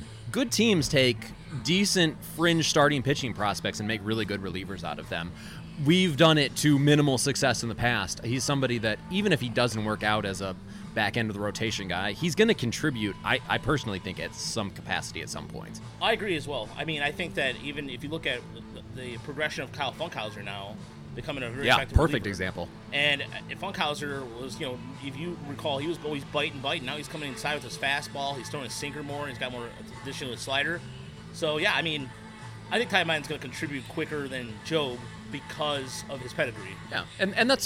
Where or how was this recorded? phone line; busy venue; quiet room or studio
busy venue